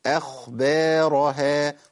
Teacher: عندي همزه مرققه خاء مفخمه باء مرققه